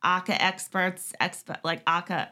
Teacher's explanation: they pronounce it ACA because of their accents. I guess they're not really pronouncing the R.